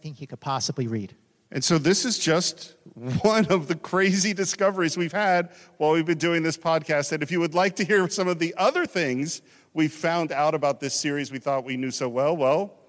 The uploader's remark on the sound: Recorded live in front of an audience at Creation Entertainment’s “55 Year Mission” Celebration of “Star Trek” at the Rio Hotel in Las Vegas. Live podcast.